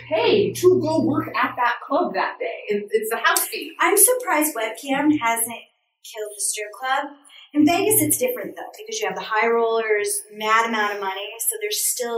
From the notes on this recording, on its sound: I gave a lecture at UNLV. There was about 50 students.